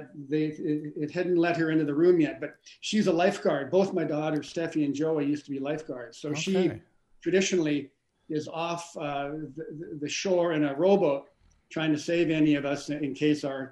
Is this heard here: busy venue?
no